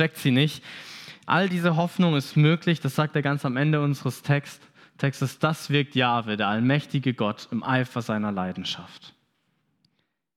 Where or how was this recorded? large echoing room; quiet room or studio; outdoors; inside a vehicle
large echoing room